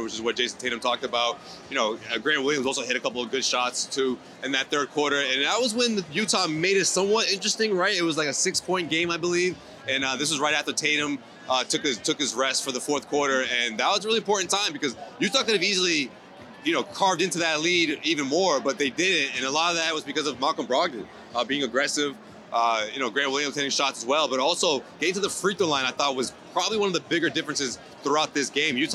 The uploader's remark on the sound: onsite at TD Garden